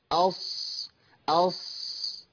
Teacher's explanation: مقدمه اللسان التصقت بسقف الحنك بالشكل ده، يعني ده سقف الحنك، هتلاقي لسانك خد الشكل ده ولسان حضرتك خد الشكل ده. · Term: الاطباق